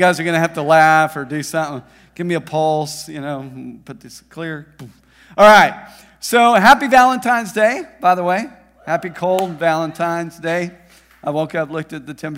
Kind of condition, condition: setting, large echoing room